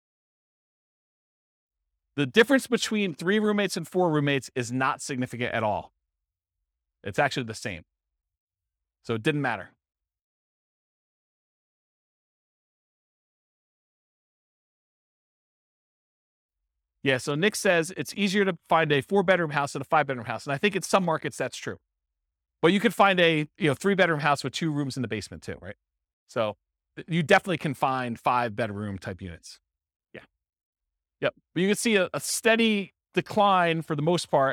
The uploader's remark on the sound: This was a live class recorded